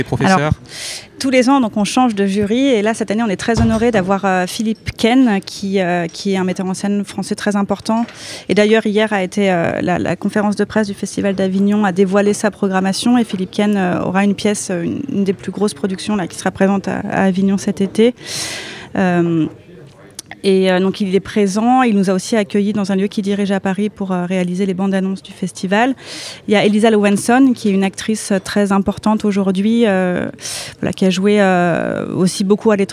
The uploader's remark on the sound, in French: Le festival Si cinéma, en direct du café des images. Emission spéciale en direct du café des images. Quelques capsules réalisées sur place.